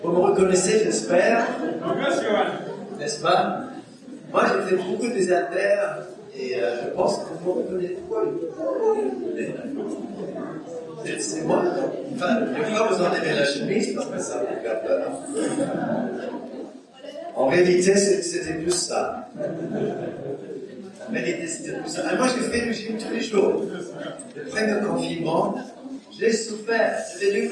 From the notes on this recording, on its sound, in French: Enregistré à l'église CVV, le 24/10/2021